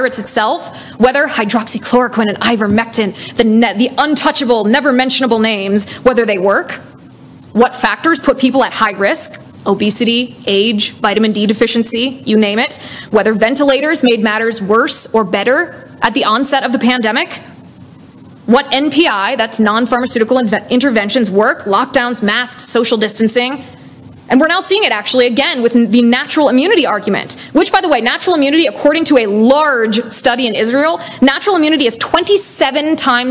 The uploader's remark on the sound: LIVE at Rocky Mountain College